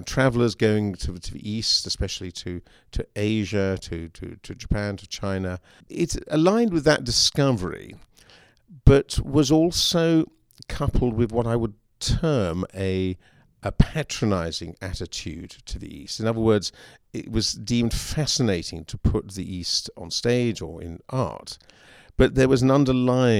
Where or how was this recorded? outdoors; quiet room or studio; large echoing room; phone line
quiet room or studio